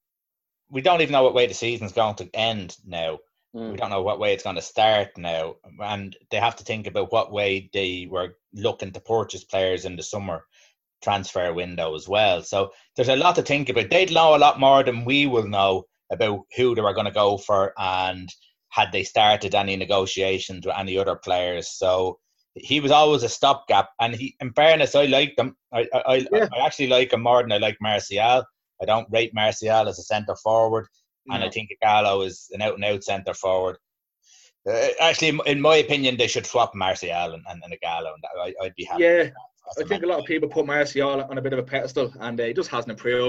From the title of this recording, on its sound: Zoom Chat